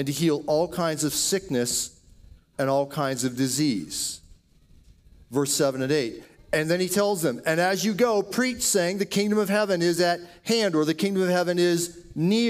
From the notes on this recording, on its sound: Audio Sermon from Passion Church